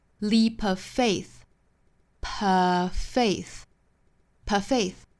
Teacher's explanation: Of,再跟后面的 faith 两个词放在一起啊，相当于是两个相同口型的辅音相遇了。这个时候我们只发后面的这个 faith 的 f 就可以了，前面的 v 的音我们把它省略掉。